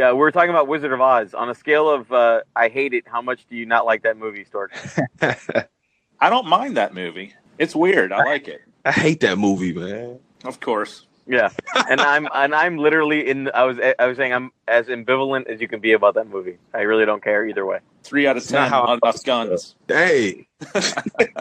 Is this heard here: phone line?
yes